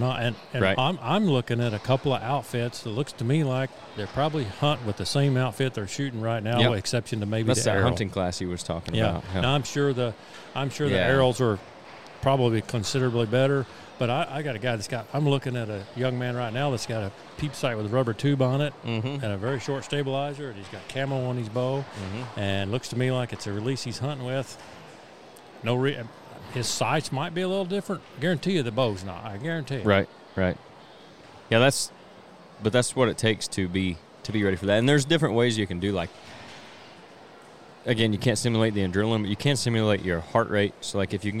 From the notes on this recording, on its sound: This week the guys traveled to Springfield to record a remote episode from the Illinois S3Da State Championships.